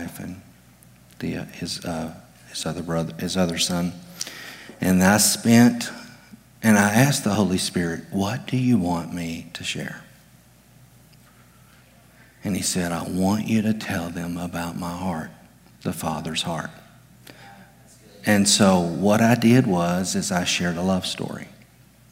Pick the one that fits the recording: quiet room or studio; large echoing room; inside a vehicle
large echoing room